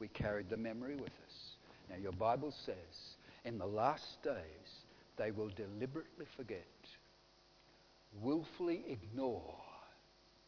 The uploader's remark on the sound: Audio sermon recorded live from King's Way Christian Fellowship, Wantirna, Melbourne, Australia.